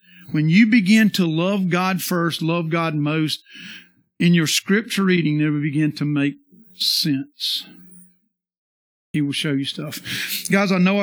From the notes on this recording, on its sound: This is the sermon from our Sunday morning worship service on 10-23-22